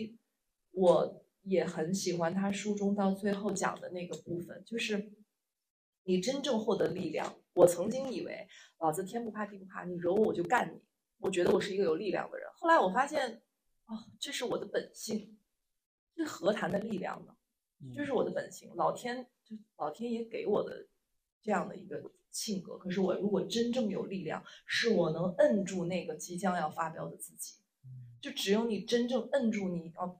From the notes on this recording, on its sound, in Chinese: 我们在线下举办的一次读书分享会。由于现场收声，所以音频的音质有些受损。